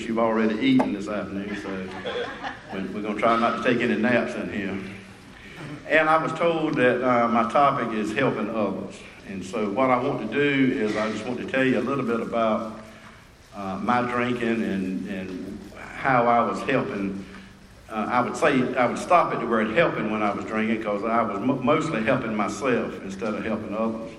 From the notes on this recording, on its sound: at the Spring Into Action Conference 2022 in Sanford NC